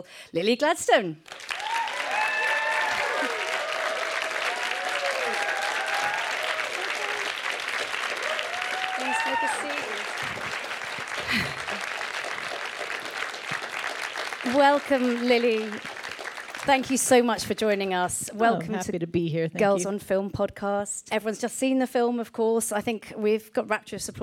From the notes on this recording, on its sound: Answers questions from our audience.